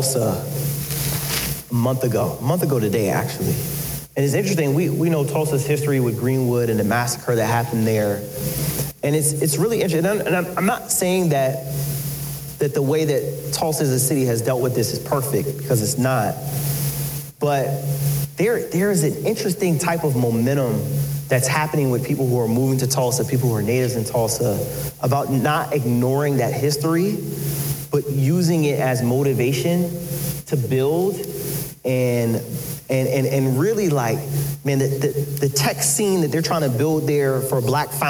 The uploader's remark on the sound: In this special live recording, Entrepreneurial Appetite's Black Book Discussions partners with the San Antonio African American Community Archive and Museum (SAAACAM).